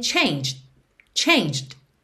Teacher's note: Por quê? O E de changed não é pronunciado. E o D é uma consoante oclusiva que vem só fechando esse som e pode aparecer mais, menos ou nada.